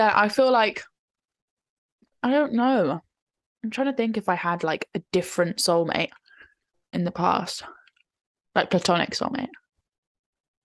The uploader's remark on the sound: our first zoom podcast